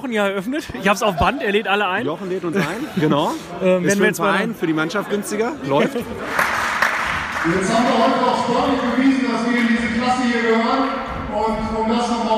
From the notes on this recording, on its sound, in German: Live in der Sporthalle bei den letzten Saisonheimspielen der Damen- und Herrenteams. Sagenhafte Stimmung, emotionale Abschiede und Party ohne Ende.